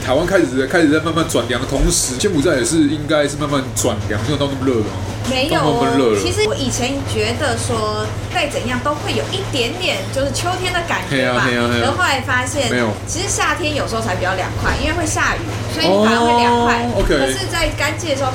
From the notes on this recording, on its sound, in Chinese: 錄音地點： SUGARbISTRO 小食糖